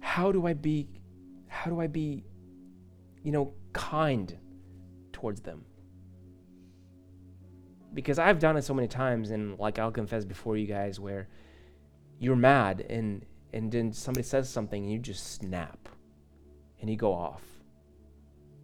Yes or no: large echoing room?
yes